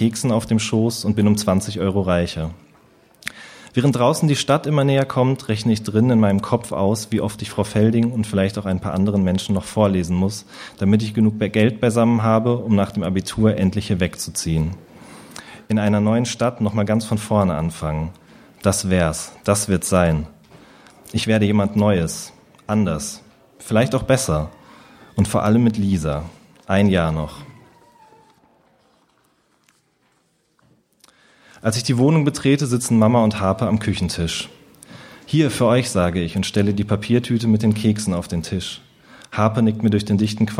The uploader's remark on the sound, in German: Aufgezeichnet wurde bei Kabeljau&amp;Dorsch, einer berliner Lesereihe für junge Literatur.